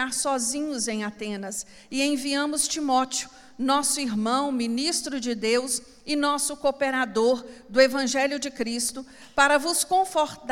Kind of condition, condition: setting, large echoing room